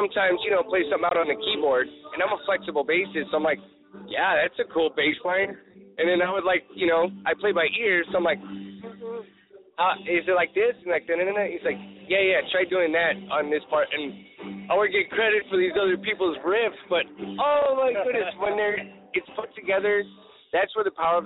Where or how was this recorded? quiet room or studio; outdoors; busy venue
busy venue